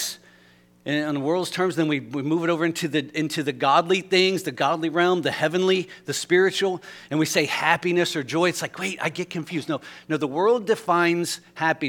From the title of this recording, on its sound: LIVE Services at Sunshine